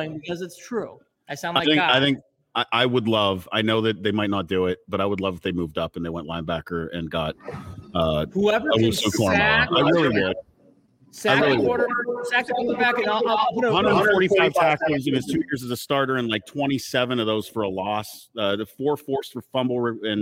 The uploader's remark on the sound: Live from Forrest City Brewery